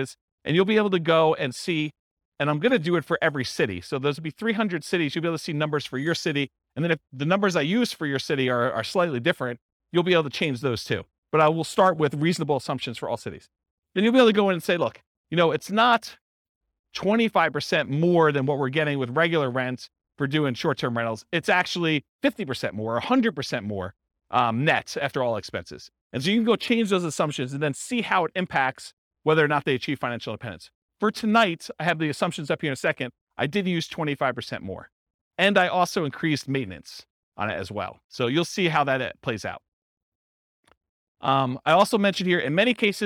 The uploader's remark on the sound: This was a live class recorded